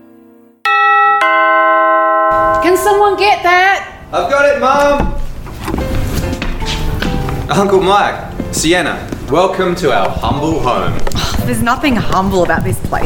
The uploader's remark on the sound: This 2018 Christmas special was recorded in front of a live audience.